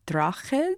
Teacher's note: you get to do that like little trill of the R, and then you get to do like the you know the kind of guttural GH